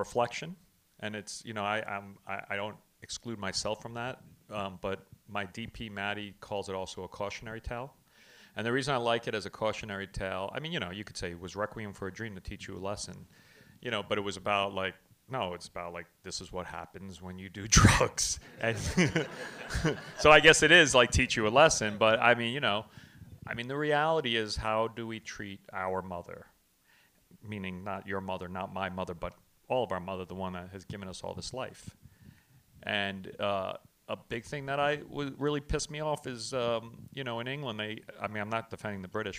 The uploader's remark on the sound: Recorded 9/16/17 at the Landmark in Los Angeles.